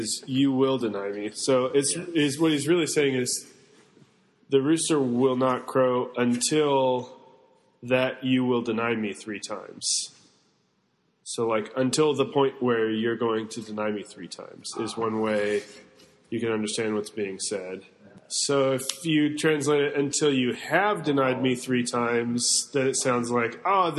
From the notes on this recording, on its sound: This is a recording of the week 9 of Part 1 of our in-person course